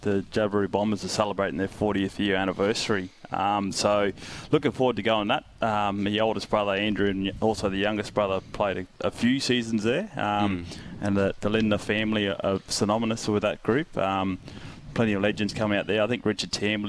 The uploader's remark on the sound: Live from the Darwin Waterfront